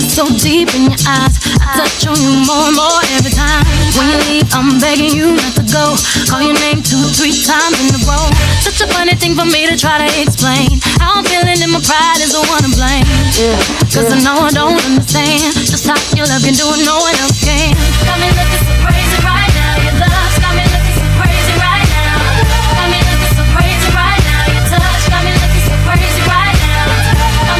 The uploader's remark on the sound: Live DJ Mix recorded at a wedding at The Mansion at Mountain Lakes March 2022